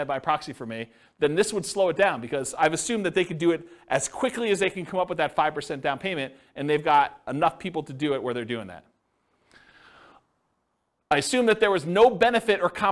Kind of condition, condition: setting, live audience